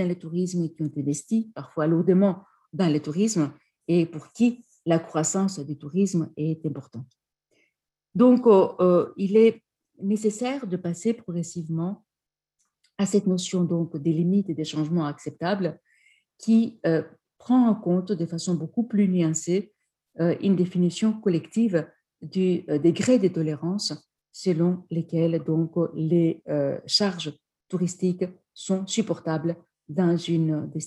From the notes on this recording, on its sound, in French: Enregistré sur zoom